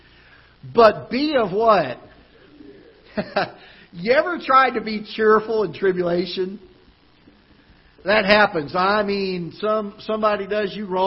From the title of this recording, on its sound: Ketha Heights Baptist Church ~ Live Broadcast